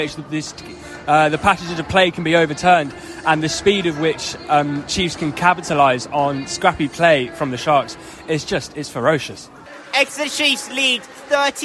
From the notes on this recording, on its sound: live from Sandy Park!